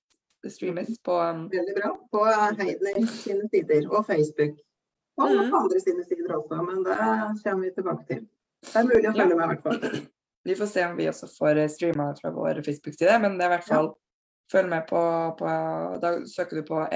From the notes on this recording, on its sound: Live Zoom.